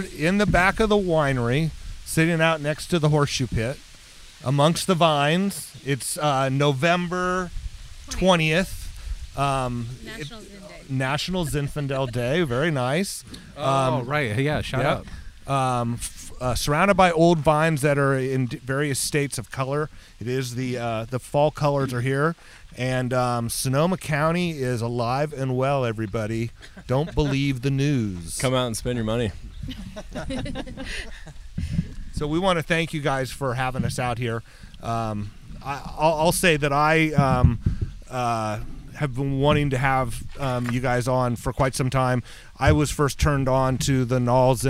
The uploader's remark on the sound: We sat outside on the back deck, apologies for the windy background.